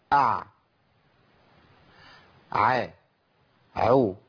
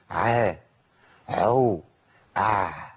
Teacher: النفس طلع فخلى الحرف بقى باهت، يمكن يميل شويه للمخرج اللي جنبيه · Shown in: second take